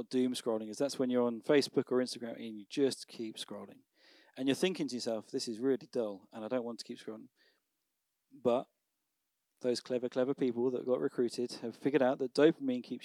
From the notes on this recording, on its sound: Recorded on Sunday 29th October at Manor School, Raunds